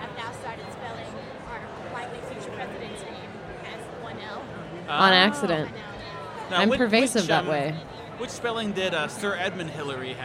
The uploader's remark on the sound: Live from INTERNET YAMI-ICHI: Up Late.